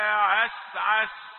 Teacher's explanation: شوف الصفير، صوت الصفير ازاي، اوعى تكتم السين، تبقى ضيعت، مادام ضيعت صفة من صفاتها ضيعت الحرف.